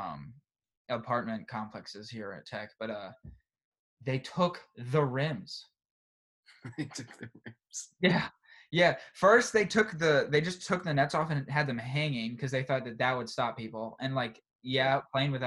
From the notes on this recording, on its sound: First college zoom podcast!